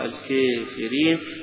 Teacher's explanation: بالكافرين فيها التقليل والإمالة، التقليل للأزرق، الكافرين والإمالة لأهل الإمالة، هبة أبو عمرو وابن زكوان بخلفه